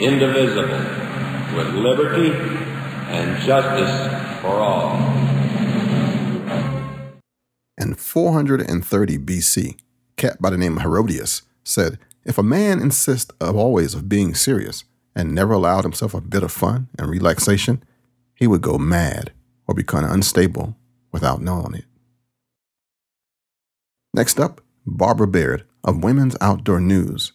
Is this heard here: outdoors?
no